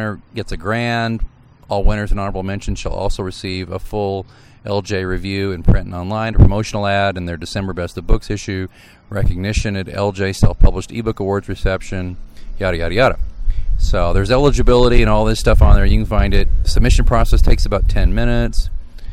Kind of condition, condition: fault, wind noise